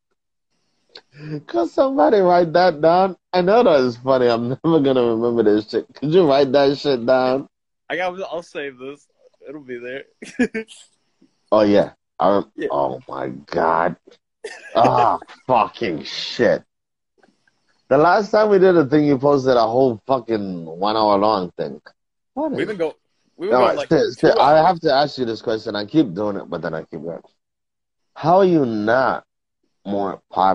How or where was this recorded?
video call